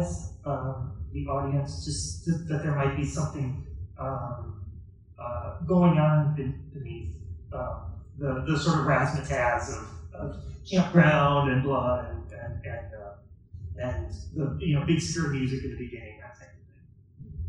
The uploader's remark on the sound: Recorded live at the Little Theatre in Rochester, NY. The sound quality is not perfect.